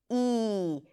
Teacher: This is a front vowel, meaning that the tongue rolls forward to produce this sound. It's a high vowel, so the tongue rolls forward as high as possible before it touches the upper palate to produce this sound. E. You want to roll your tongue forward and push it forward as much as you can.